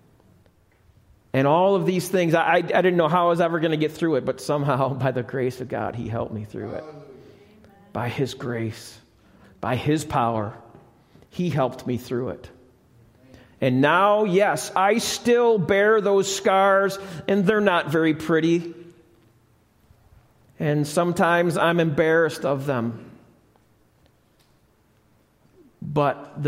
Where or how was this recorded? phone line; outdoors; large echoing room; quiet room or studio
large echoing room